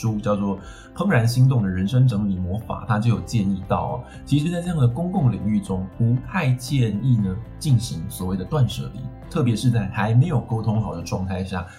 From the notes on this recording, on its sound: Microphone: ASUS ZEN PHONE 5. Edit software: Adobe Audition CC 2018.